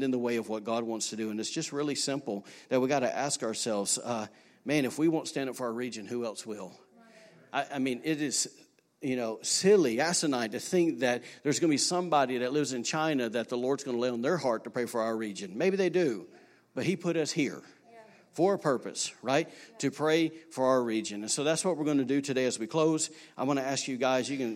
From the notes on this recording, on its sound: recorded on Sunday, April 7, 2019, during service at The Anchor Church in Rockport, Maine